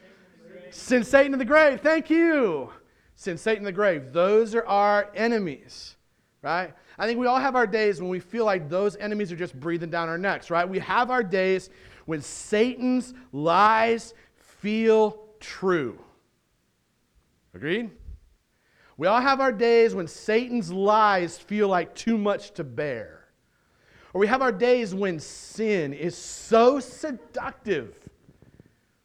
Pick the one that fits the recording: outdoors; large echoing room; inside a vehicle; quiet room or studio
large echoing room